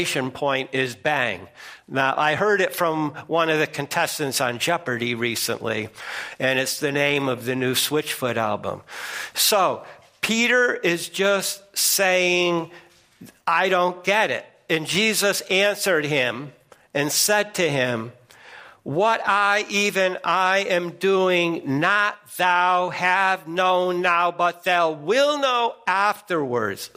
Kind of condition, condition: setting, large echoing room